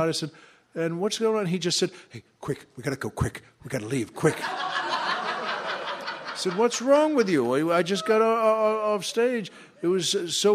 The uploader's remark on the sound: recorded at the third annual LA Podcast Festival